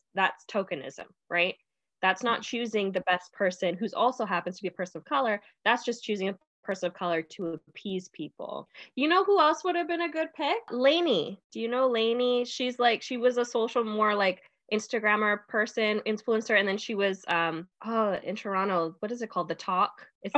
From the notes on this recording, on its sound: We did record this episode over zoom so there were a few technical issues with audio because of spotty WIFI